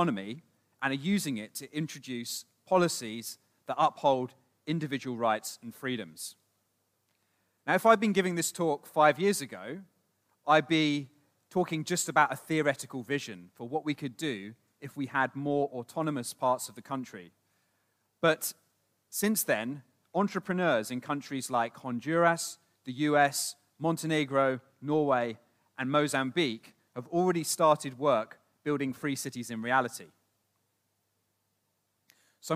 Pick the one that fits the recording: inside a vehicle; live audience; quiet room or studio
live audience